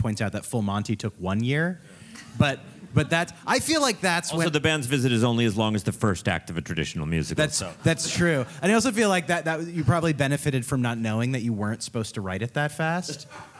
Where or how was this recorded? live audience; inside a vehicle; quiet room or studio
live audience